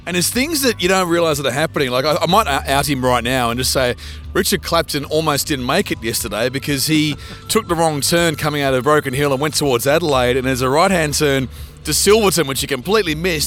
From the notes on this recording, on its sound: we go behind the scenes at the Mundi Mundi Bash at Broken Hill and talk to everyone, from the managers, promoters, artists, caterers and security.